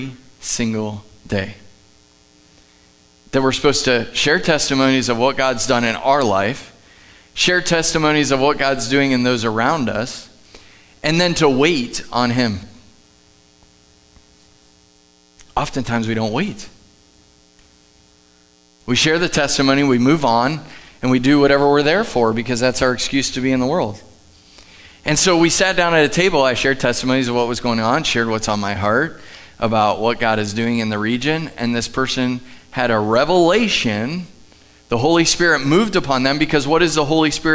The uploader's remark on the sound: Live from The Summit Church in Dover, OH